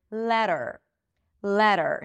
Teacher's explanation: A flap T actually sounds like a D, as in the word letter. Letter. So it sounds like a D.